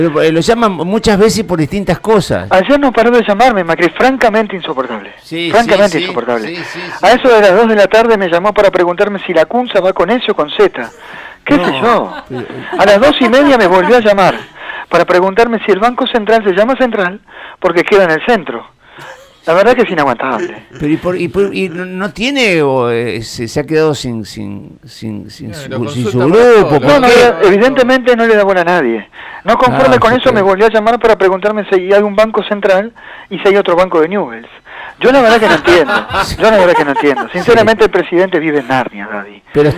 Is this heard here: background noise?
no